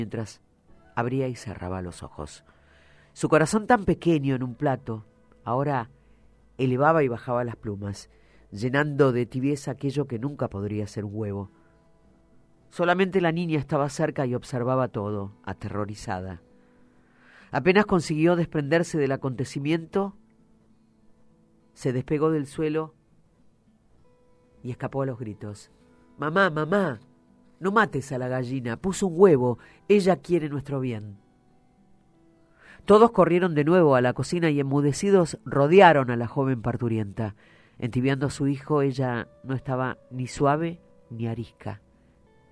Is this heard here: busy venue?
no